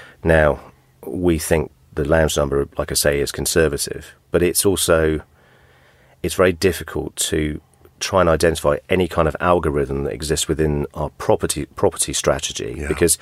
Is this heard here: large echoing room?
no